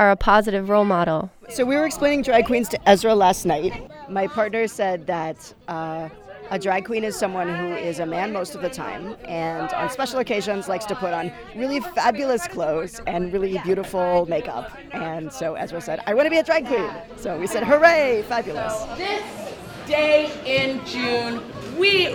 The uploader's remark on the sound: In this Audiograph, we go to the San Francisco Library in Bernal Heights on a Saturday afternoon. It's packed with excited, brightly clad kids and caregivers here for story time.